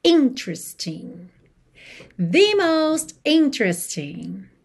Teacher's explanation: E atenção à sílaba tônica dessa palavra, que é a primeira